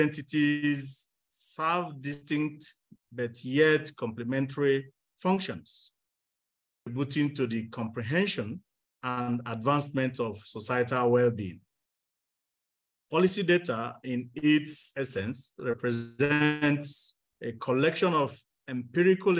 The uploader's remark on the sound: This episode features recordings from the webinar themed, 'Using African Policy Data to monitor trends in Public Policy'.